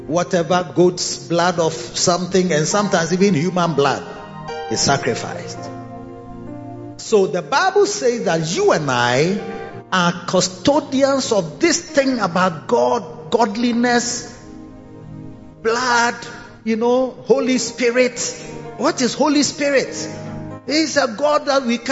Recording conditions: large echoing room